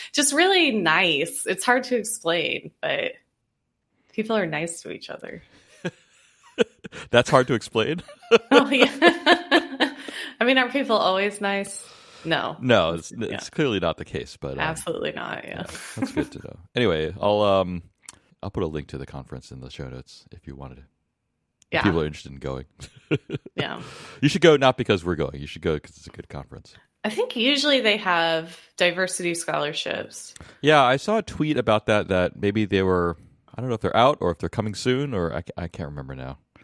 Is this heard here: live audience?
no